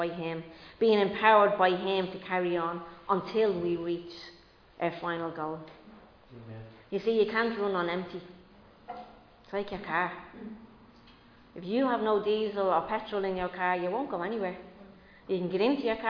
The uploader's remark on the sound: Recorded live in Liberty Church on 24 April 2022